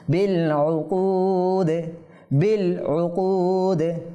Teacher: মুতলাক থেমেছি, থামার কারণে এখানে দালের মধ্যে সাকিন হয়ে যাবে, আর হরফে কলকালার মধ্যে সাকিন হওয়ার কারণে এখানে প্রতিধ্বনি হবে, কম্পন সৃষ্টি হবে, কলকলা হবে